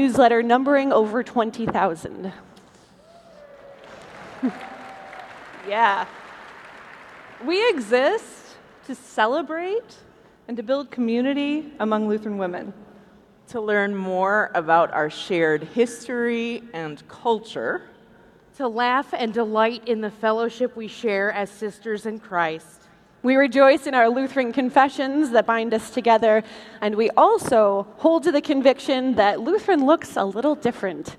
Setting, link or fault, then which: setting, busy venue